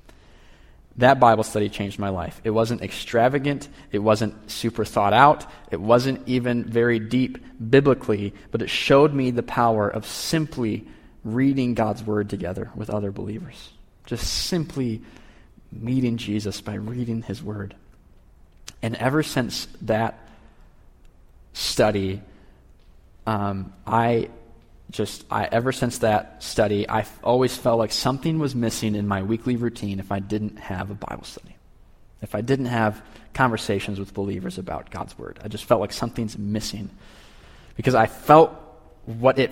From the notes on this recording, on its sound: Peace Church is a family focused, Gospel centered, and Kingdom minded local church in Middleville, Michigan. These recordings are from our large group Bible study every Tuesday night.